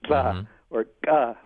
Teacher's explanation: What you're hearing in that recording are sounds that are glottalized sounds